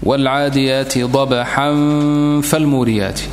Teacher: نخف النون والتنوين في الفاء مع الغنة · Term: الإخفاء